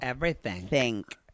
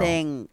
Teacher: that unaspirated K at the very end of things